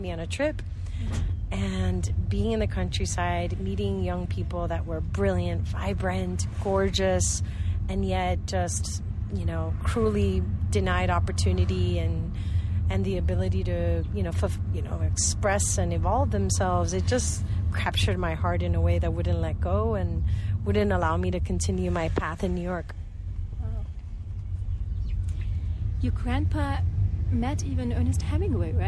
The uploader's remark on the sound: Live from a Guatemalan chicken bus